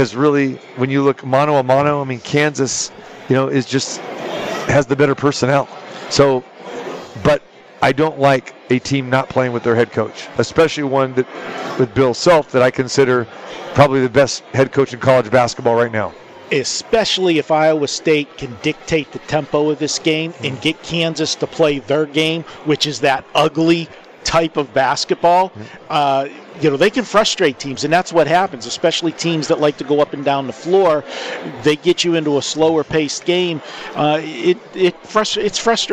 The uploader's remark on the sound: Live From the Westgate Las. Vegas Super Book